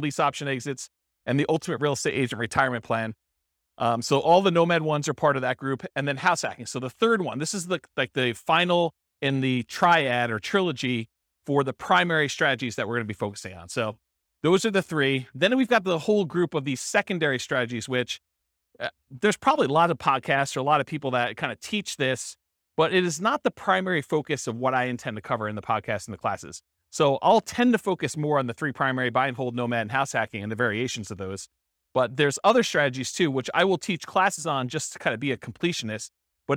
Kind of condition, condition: setting, live audience